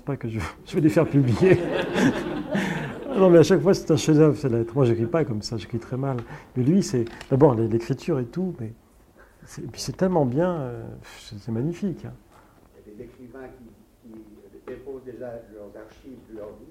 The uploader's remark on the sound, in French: Suivi d’un entretien en public avec le biographe. (Paris).